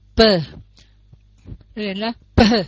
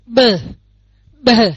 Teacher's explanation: Chữ p á nó đọc nhẹ hơn, nó không có gió bật ra, còn cái chữ b đó thì cái dây thanh quản nó rung một cái hốt hơi bật nó mạnh hơn ha.